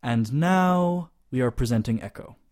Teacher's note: it's a high level long tone · Term: first tone